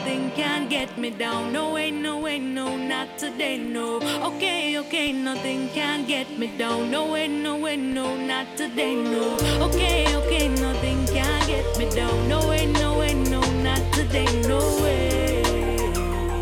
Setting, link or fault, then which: setting, busy venue